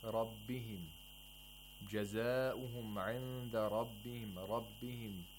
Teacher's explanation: Pay attention to how ra is pronounced with a fatha. It's pronounced with tafkhim. Thickly. With thickness.